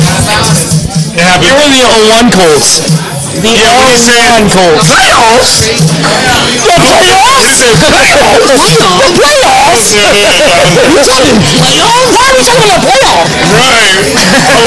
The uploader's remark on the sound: Live at the Crazy Horse Saloon in West Palm Beach